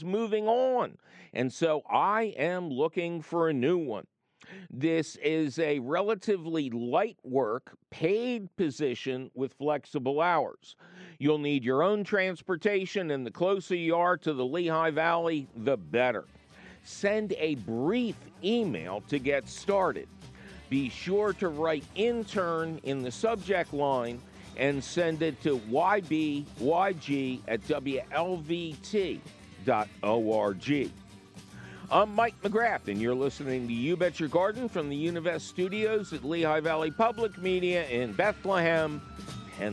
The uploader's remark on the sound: your under hill phone calls